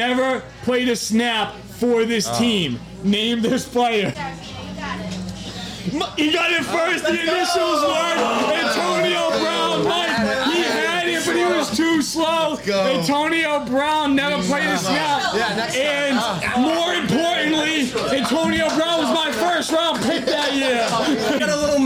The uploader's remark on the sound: LIVE at Christine's Sweet Shop we host our NFL Trivia.